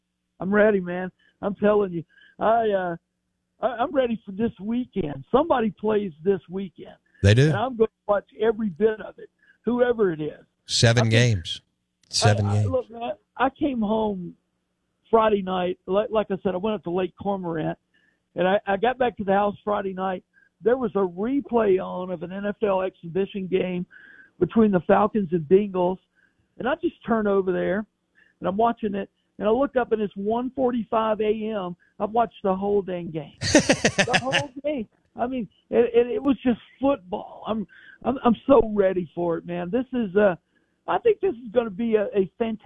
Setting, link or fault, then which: link, phone line